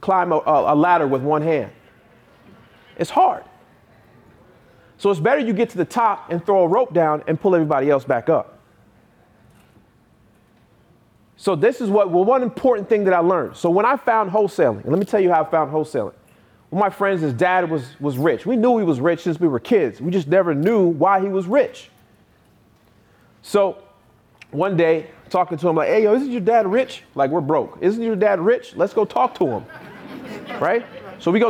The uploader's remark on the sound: I gave a keynote speech in West Palm Beach, FL for the National Real Estate Investors Club annual meetup. I was able to answers even more questions after my talk.